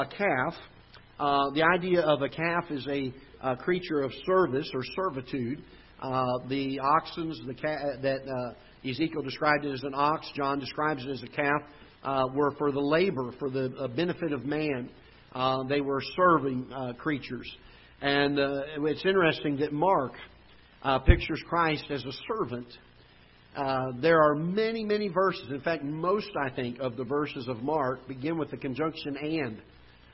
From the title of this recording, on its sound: Ketha Heights Baptist Church ~ Live Broadcast